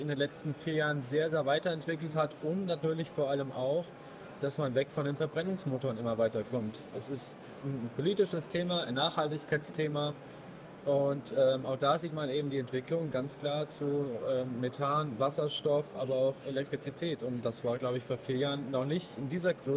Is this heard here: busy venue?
yes